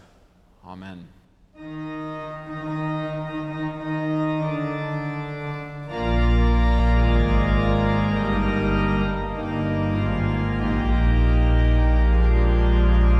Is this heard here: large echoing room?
yes